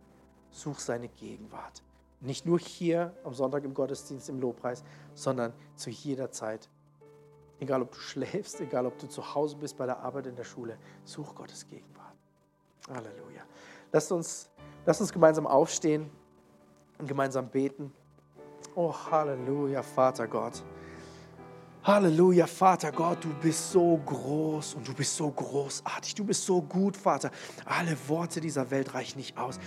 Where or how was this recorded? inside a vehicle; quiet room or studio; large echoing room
large echoing room